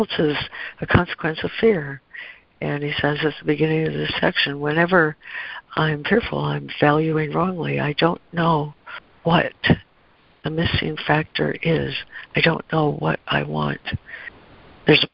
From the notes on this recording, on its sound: ACIM Daily Conference Call